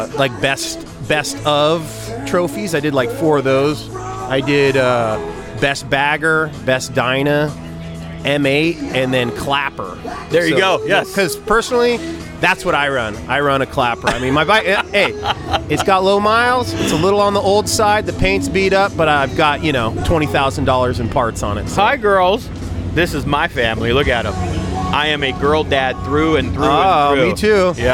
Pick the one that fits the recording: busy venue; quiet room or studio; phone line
busy venue